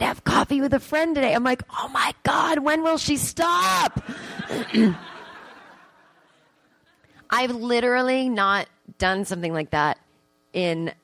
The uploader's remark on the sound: Live on stage in front of an audience at the Second City Theatre in Toronto, Canada at the Just For Laughs 42 Festival.